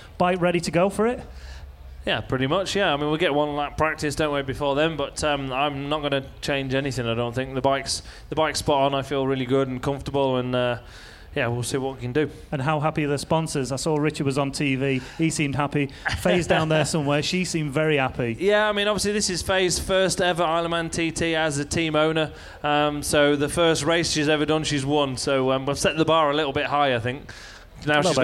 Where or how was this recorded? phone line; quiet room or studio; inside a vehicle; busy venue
busy venue